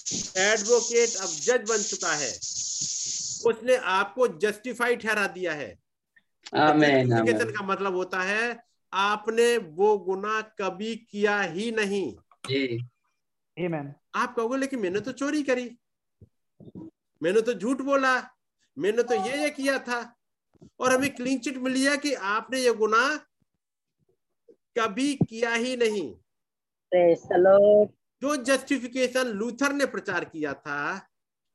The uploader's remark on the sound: Zoom Meeting